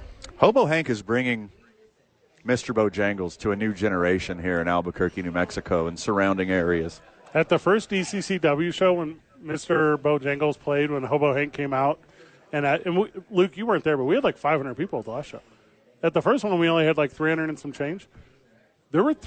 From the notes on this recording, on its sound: live from Howies Sports Page